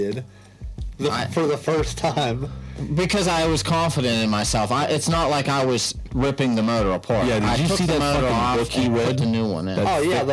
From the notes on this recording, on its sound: Audio is slightly distorted. Please bear with us as we sort out the kinks of this new setup.